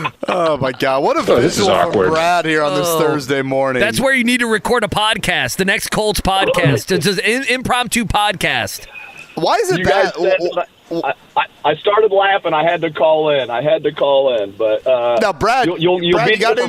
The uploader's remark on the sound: live from a Florida gym